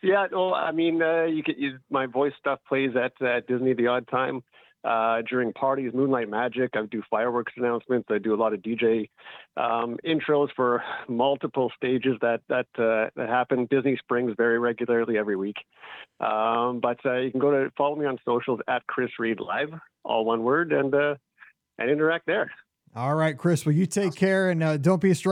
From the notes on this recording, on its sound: Today we have a bit of a different show as we opened up the phone lines to talk some Disney with our listeners this past Thursday night!